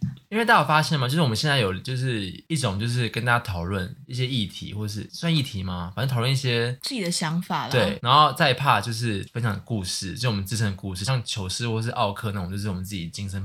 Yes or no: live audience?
no